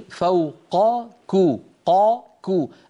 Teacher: القاف فخمة والكاف مرققة